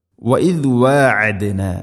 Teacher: ഐൻ എന്ന അക്ഷരത്തിൻ്റെ ഉച്ചാരണം തൊണ്ടയുടെ മധ്യഭാഗത്തിൽ ആണ്